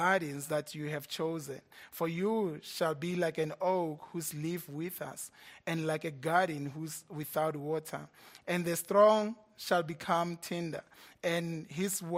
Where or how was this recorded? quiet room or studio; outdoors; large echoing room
large echoing room